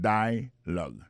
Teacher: l'accent tonique là tombé sous premier syllabe là